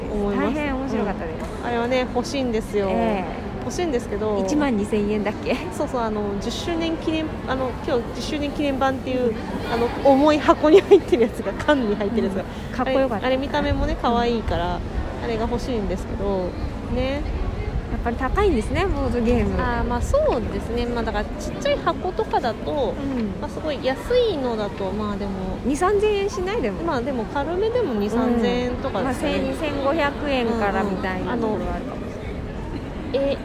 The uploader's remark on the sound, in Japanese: 野外収録の為、環境音注意